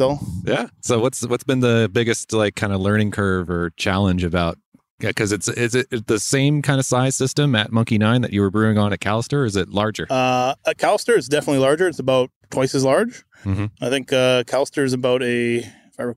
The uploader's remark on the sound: Recorded in a park in Vancouver, BC